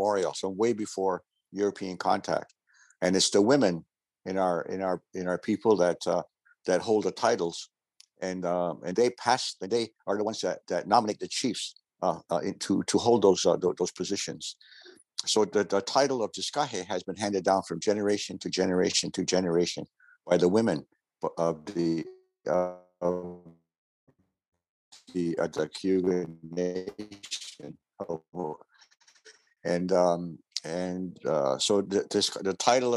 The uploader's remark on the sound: Today’s episode is a recording of the virtual dialogue of the Indigenous Coordinating Body